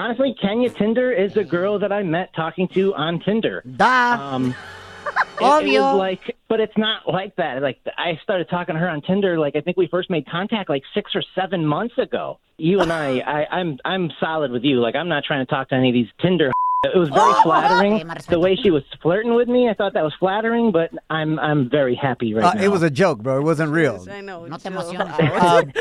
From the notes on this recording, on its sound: Today we opened up the phone lines and asked our listeners if they've had "bedroom injuries".